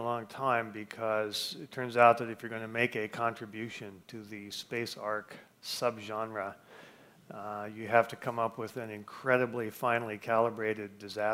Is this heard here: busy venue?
yes